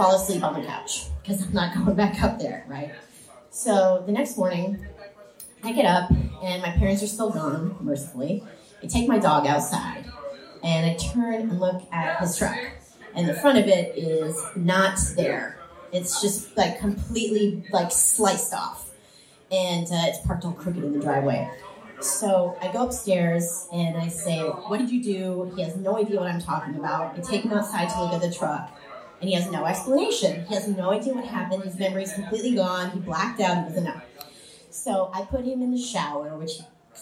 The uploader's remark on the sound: From San Francisco. Even if there is a little bit of crowd noise in the background (hey, when you book a tour 2-3 weeks out, it happens).